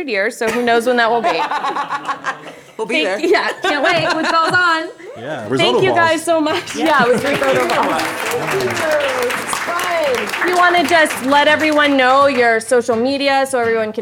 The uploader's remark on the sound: 2023 BroadwayCon Live Panel. Taped during a live panel at the 2023 BroadwayCon event on Friday, July 21.